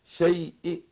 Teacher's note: يعني ايه اختلس حركه الكسر، تبقى بعض الحركه · Term: الروم